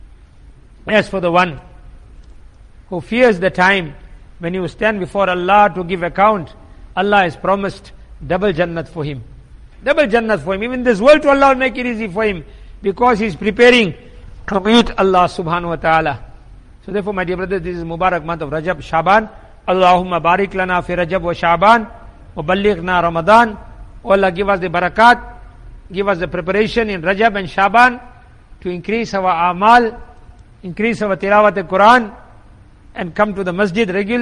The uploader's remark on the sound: Jumuah lecture at Masjid e Quwwatul Islam